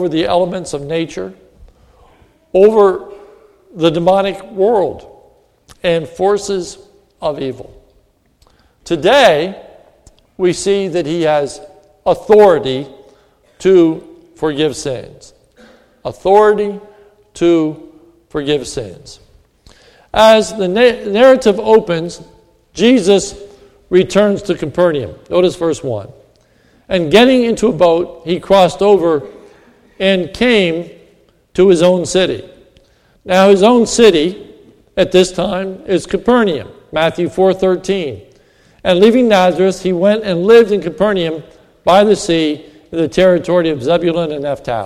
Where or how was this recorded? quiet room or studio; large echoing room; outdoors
large echoing room